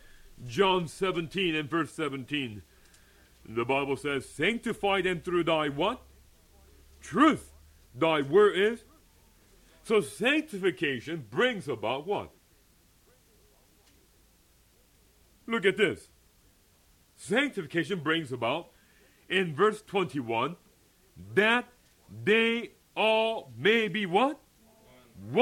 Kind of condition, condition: setting, large echoing room